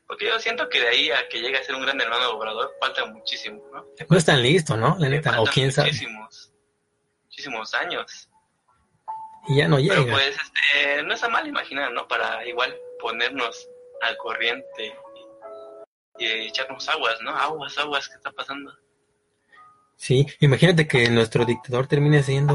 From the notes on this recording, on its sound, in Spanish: Este episodio fue grabado en vivo por facebook live.